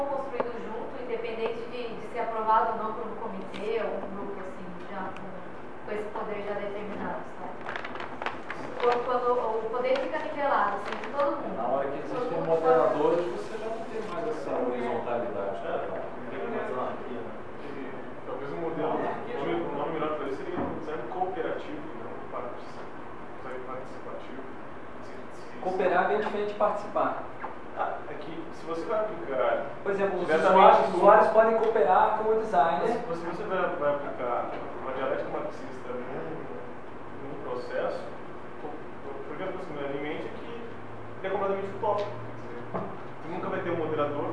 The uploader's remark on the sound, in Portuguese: Este podcast foi gravado durante a apresenta��o do artigo sobre o assunto no Congresso de Design da Informa��o. Este podcast foi gravado durante a apresenta��o do artigo sobre o assunto no Congresso de Design da Informa��o que aconteceu aqui em Curitiba semana passada.